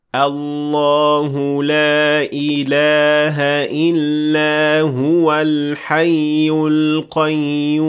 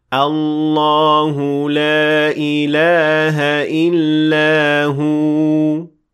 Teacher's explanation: الله لا إله إلا هو الحي القيوم. But if you want to stop at this word, you will have to extend the waw for two counts, since it will turn into a long vowel. · Shown in: second take